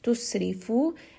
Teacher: ra here is going to be light because it has a kasra.